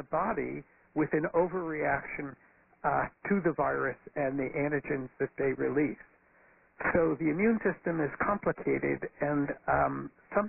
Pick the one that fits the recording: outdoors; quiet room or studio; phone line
phone line